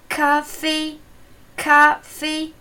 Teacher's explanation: Beide Silben haben die erste hohe Tonhöhe.